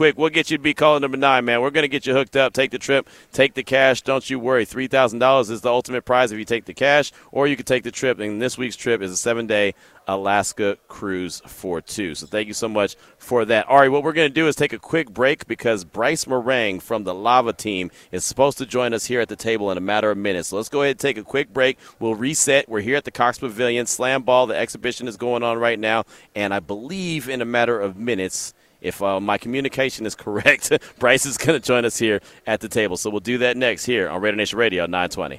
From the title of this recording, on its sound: LIVE FROM SLAMBALL!